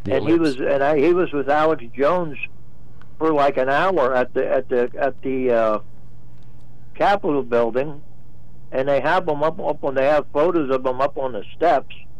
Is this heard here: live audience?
no